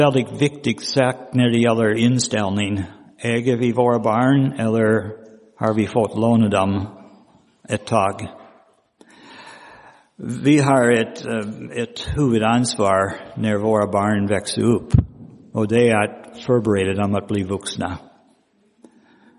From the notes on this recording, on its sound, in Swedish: Inspelad i Roseniuskyrkan den 19 februari 2023.